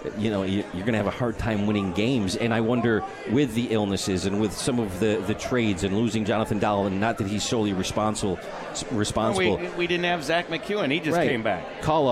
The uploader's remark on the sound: on KROCK at the 72 Tavern & Grill